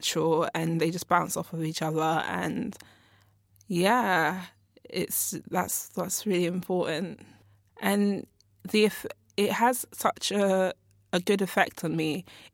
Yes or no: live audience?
no